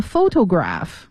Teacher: photograph 重音在第一个音节 fo 上面